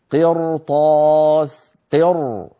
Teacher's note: لماذا فخمناها؟ لأن بعدها طاء والطاء من حروف الاستعلاء